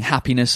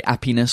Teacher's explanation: Instead of saying happiness, a French person will say appiness · Shown in: second take · Term: lack of H